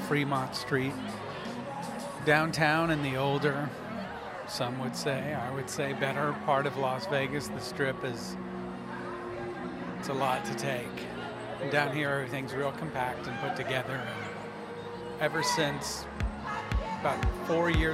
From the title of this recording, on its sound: Scenes from an Italian Pizza Restaurant Convention in Vegas